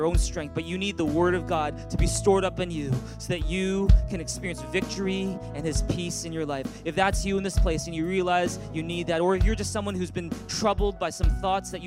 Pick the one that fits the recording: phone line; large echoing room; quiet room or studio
large echoing room